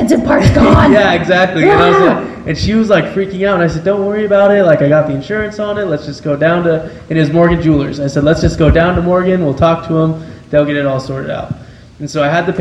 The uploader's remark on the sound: Live from Salt Lake City. Talks to fans live from Salt Lake!